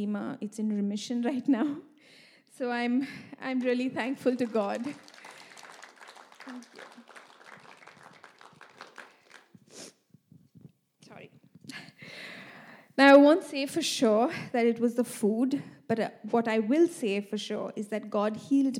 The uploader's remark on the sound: This message was recorded live at our Malmö Gathering on Sunday, August 6th, 2023.